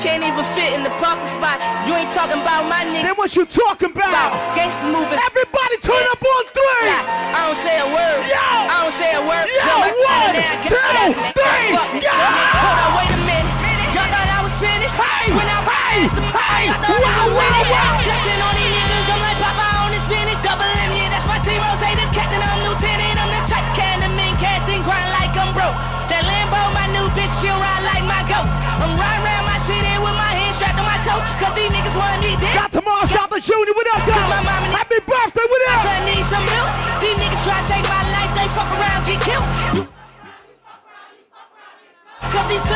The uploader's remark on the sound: Live Audio of Rock The Boat Pittsburgh